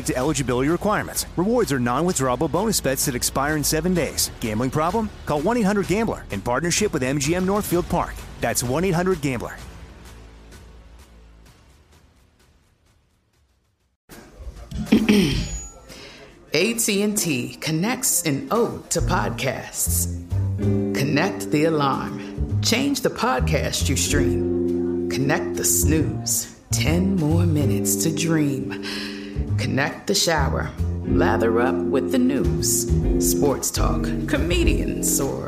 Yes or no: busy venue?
yes